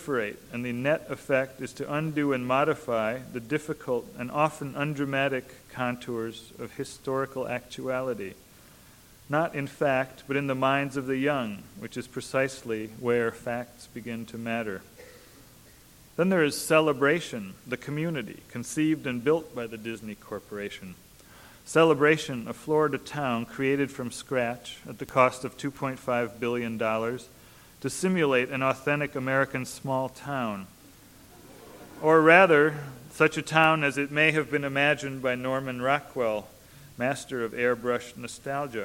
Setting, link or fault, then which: setting, large echoing room